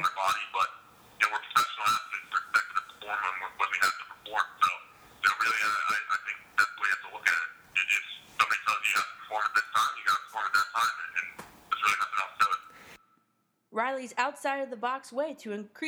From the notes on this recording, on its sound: Phone interview